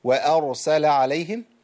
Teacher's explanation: الهمزة عندي محققة، يبقى أقول وآ